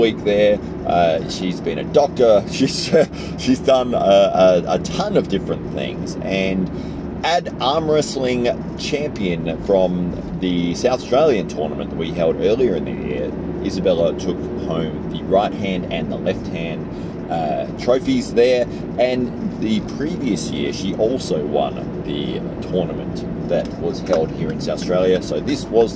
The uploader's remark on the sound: recorded this whilst driving to work so please forgive the indicator sounds